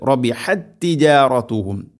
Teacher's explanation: അവിടെ ഇദ്ഗാം മുതമാഥിലൈൻ എന്നാണ് പറയുക ആ നിയമത്തിൻ്റെ പേര്. ഒന്നാമത്തെ താഇന് രണ്ടാമത്തെ താഇലേക്ക് ഇദ്ഗാം ചെയ്ത് അഥവാ കൂട്ടിലയിപ്പിച്ച് ഒറ്റക്ഷരമായിട്ട് ഉച്ചരിക്കും ശദ്ദ് നൽകിക്കൊണ്ട്